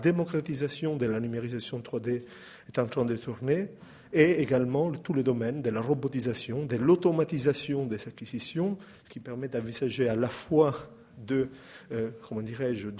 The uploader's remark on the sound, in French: Intervention enregistrée le 6 mai 2015 dans le cadre du colloque « Les politiques de recherche sur les patrimoines en France aujourd'hui ».